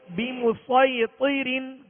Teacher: अम हुमुल मुसैतिरून बिमुसैतिरिन, बा के नीचे जेर है लिहाजा आवाज गिराकर बगैर खींचे बगैर झटका दिए मारूफ पढ़ेंगे